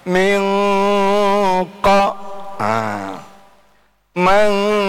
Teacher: Nun, nun huruf nun dengan huruf kof itu jauh makhrajnya. Karena kalau kaf itu di dalam, ya. Nih, maka bunyinya mengarah kepada eng. · Term: Ikhfa